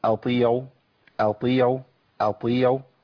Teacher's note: قل أطيعوا الله وأطيعوا الرسول، أطيعوا الطاء عندي مكسورة، الطاء لما تكون مكسورة بتبقى ضعيفة، لكن مش في ضعف القاف والغين والخاء لما يكسروا.